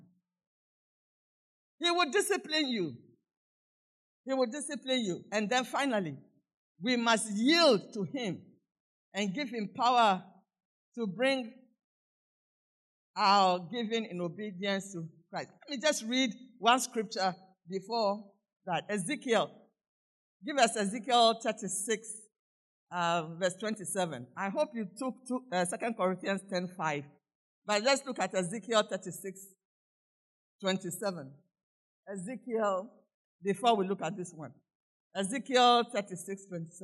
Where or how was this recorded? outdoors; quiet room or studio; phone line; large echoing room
large echoing room